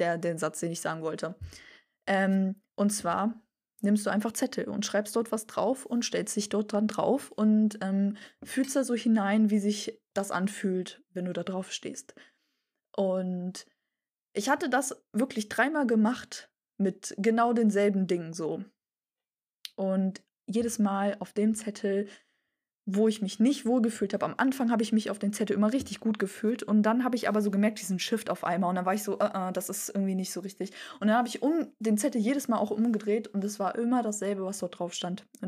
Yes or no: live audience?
no